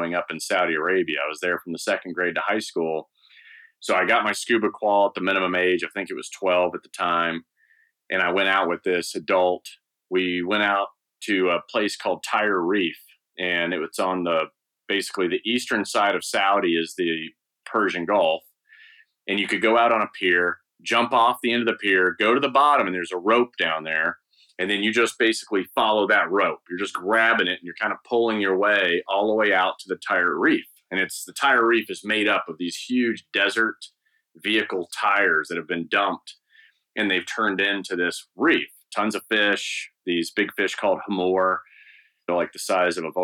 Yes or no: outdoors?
no